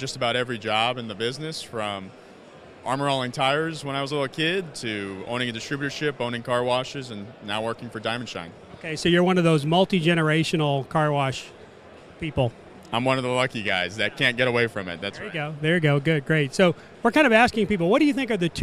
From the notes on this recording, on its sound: Splash! Carwash Conference Interviews. Brief interviews on the show floor with various car wash industry experts.